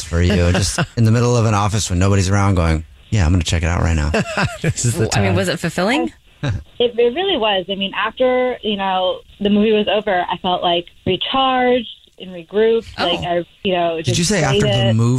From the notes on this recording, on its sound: one of your coworkers may be on the phone